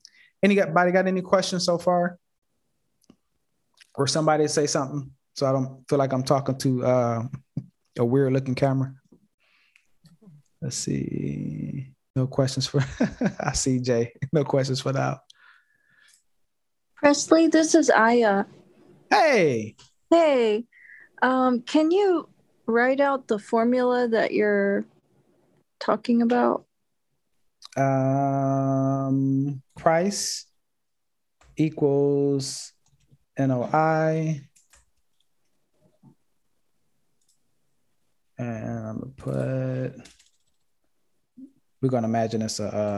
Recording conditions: video call